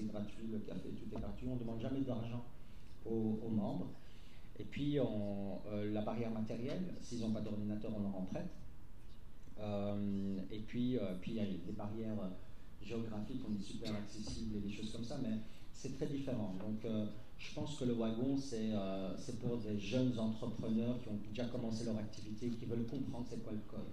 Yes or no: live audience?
yes